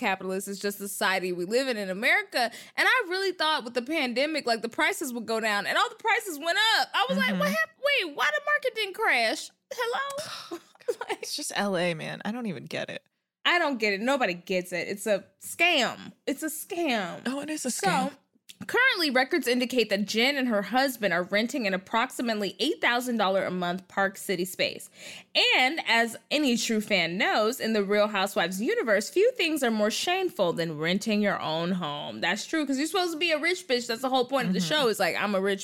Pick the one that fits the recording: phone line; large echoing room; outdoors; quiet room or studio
quiet room or studio